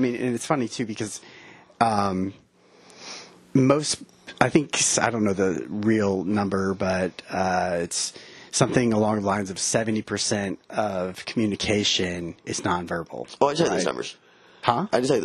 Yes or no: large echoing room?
no